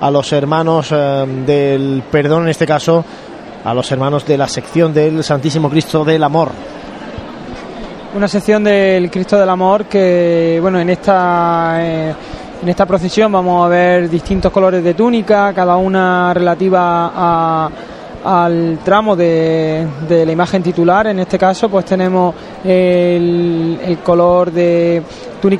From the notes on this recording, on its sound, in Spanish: Conectamos en directo desde la unión de calle Campanas con Ramón y Cajal, por donde avanza la Cruz de Guía de la Buena Muerte.